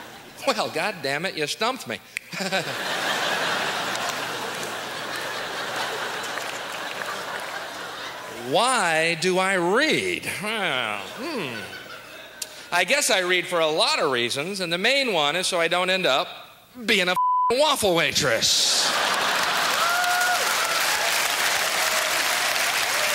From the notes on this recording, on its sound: performed at the Just for Laughs festival in Montreal in 1990